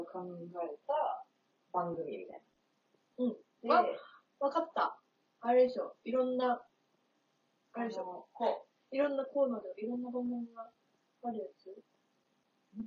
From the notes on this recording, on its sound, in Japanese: 対面収録なのになーんでこんな音声悪いかねww。音量無理やり上げたのでまた雑音すごいです泣。